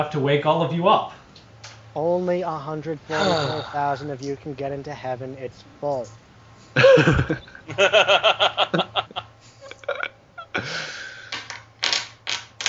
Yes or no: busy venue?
no